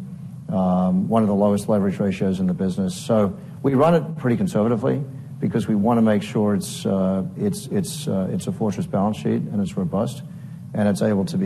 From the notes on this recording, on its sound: at the Bank Of America Securities 2024 Financial Services Conference in a fireside chat